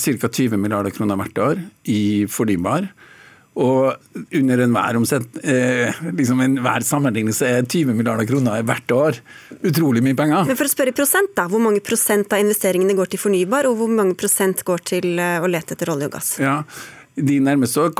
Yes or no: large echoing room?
no